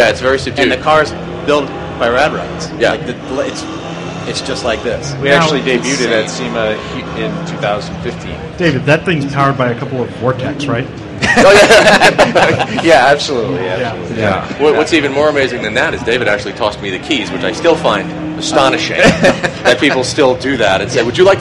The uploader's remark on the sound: SEMA 2017. The jerks at Borla for purposely attempting to drown us out the entire week of recording with their egregious speaker setup. MAGNAFLOW for setting up stage space for ShoutEngine podcasts.